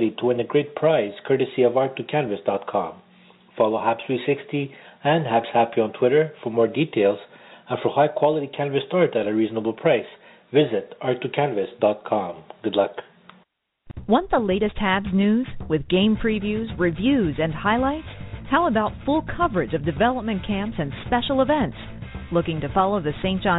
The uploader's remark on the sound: As we take your phone calls.